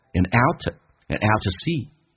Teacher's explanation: to 不被强调，可以弱化成 t 加个 a 叫 t